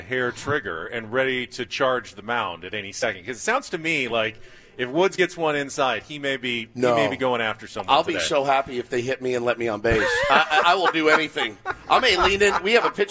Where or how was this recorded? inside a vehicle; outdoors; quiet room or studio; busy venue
busy venue